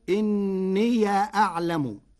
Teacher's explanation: قرأ ورش كلمتي إني أعلم بفتح ياء الإضافة فتصير إني أعلم، والفتح والإسكان فيها لغتان عند العرب.